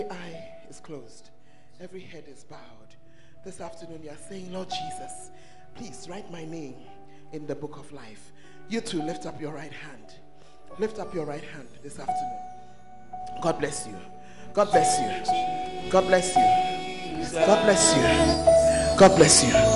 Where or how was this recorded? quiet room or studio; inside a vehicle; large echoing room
large echoing room